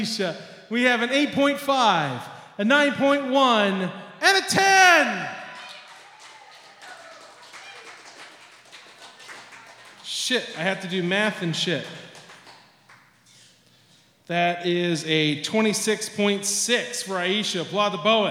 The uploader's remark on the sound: This recording was taken live at Yellow Cab Tavern on May 15th 2022.